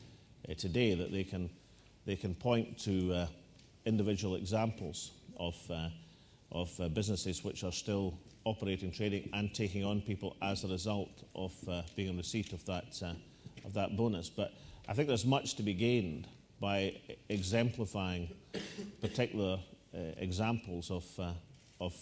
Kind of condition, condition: setting, live audience